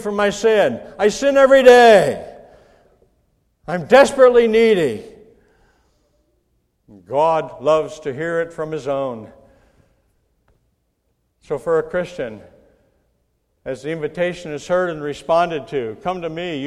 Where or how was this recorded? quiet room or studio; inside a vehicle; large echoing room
large echoing room